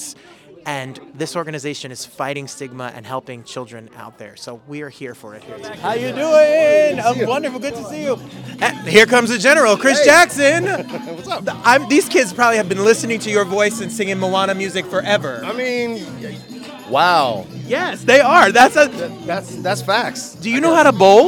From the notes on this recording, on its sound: Live on the red carpet!